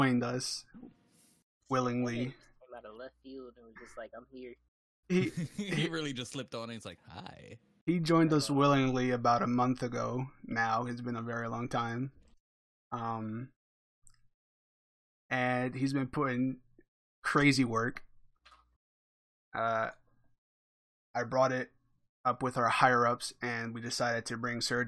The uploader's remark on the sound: Apologies for the below-average quality audio as this is our first attempt at recording as a group remotely.